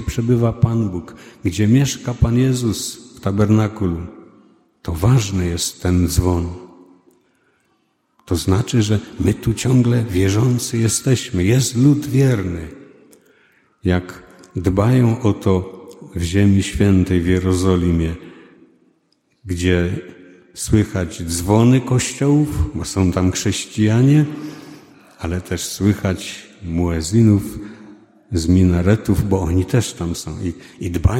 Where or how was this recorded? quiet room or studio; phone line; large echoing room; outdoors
large echoing room